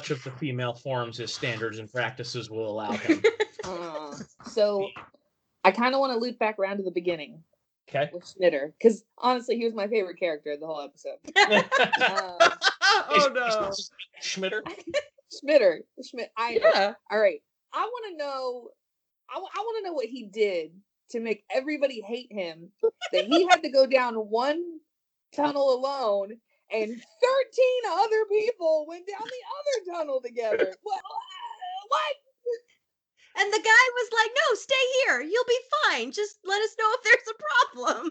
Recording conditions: poor sound quality